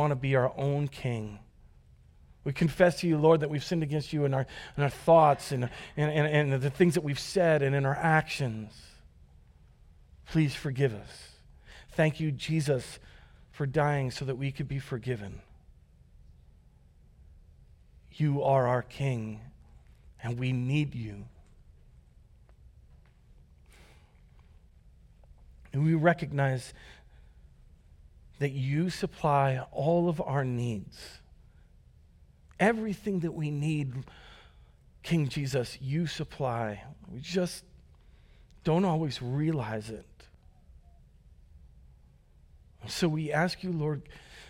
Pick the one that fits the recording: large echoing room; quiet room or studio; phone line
large echoing room